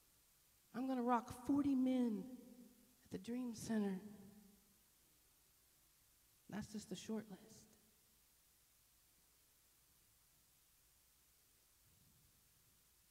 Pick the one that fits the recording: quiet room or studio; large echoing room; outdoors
large echoing room